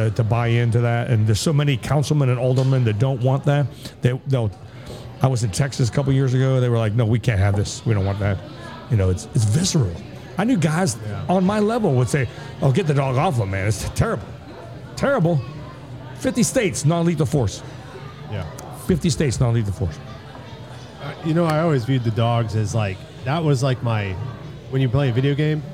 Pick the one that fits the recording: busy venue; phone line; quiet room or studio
busy venue